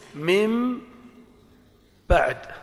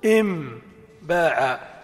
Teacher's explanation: فالنون إذا سكنت وبعدها باء فإنها تقلب ميما · Term: القلب